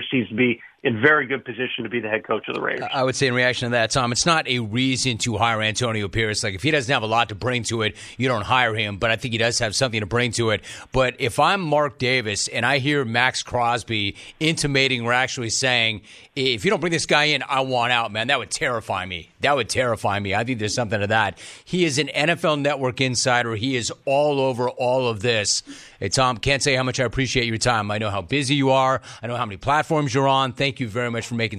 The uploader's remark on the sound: Phone Calls | More Phone Calls